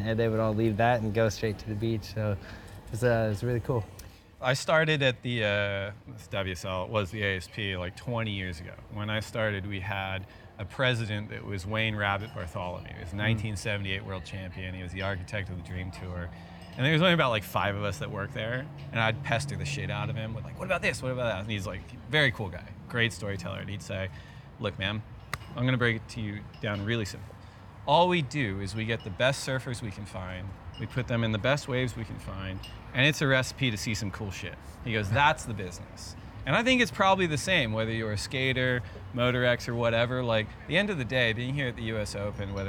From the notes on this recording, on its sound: Filmed live at the premiere of Convergence in Huntington Beach during the US Open.